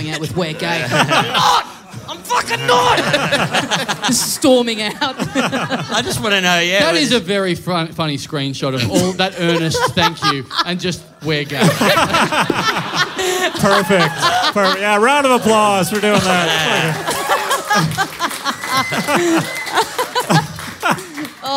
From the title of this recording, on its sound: Live in Melbourne